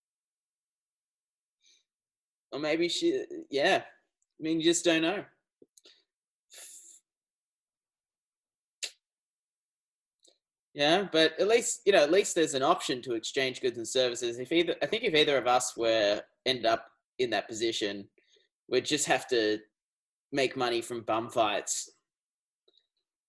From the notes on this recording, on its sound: Conduct a podcast Episode over Zoom.